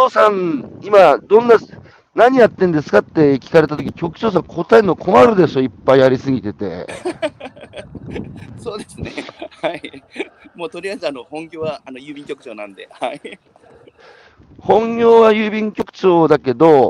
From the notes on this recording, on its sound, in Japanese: 歩くラジオ。山口県下関市。歩きながら1時間、対談する。